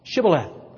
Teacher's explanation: It's because the Ephraimites had an inherited speech impediment that kept them from being able to say the sh sound